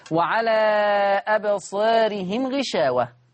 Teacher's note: إشباع المنفصل وتقليل الألف لأنها ما بعدها راء متطرفة مكسور